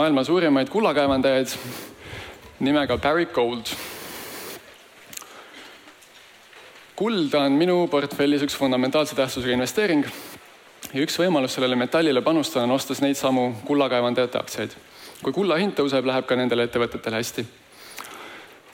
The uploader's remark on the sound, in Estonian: Taasesitamisel on suursündmusel InvesteerimisFestival 2022 toimunud